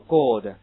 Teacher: God 英文怎么读 God，发音部位非常靠后